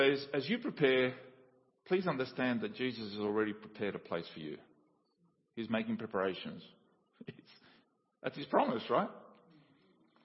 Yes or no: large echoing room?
yes